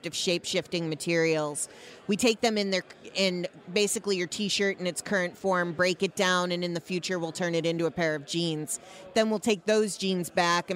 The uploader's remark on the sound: at the 2017 WEAR Conference in San Francisco